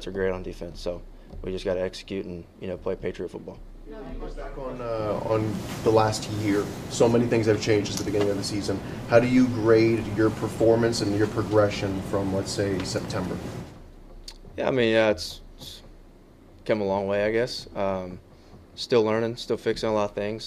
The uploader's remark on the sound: Addresses the media during his press conference at Gillette Stadium on Thursday, January 4, 2024.